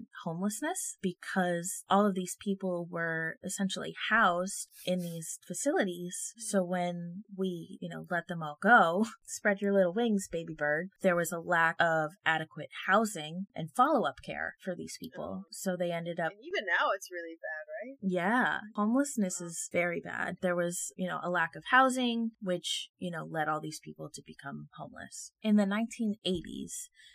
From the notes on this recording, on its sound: those audio issues we mentioned last time, continued